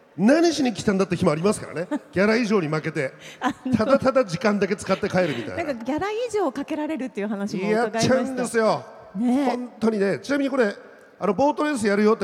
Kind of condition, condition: setting, live audience